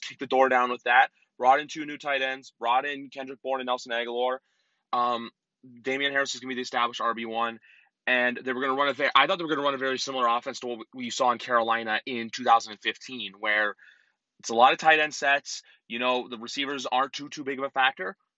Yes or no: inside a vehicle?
yes